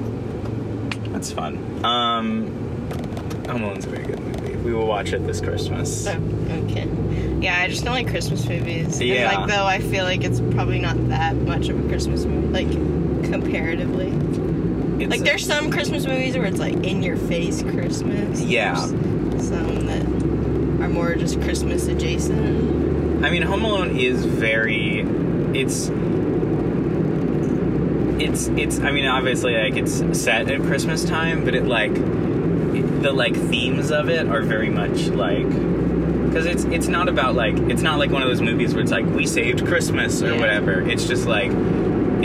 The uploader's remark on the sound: Oh goodness car audio. Took it upon themselves to see just how low quality the audio could get.